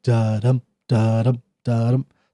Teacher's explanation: So you could see that there's like a little bit of, you know, there is that that iambs that are coming in there, that stress, unstressed and stressed coming together, give that da-dum, da-dum, da-dum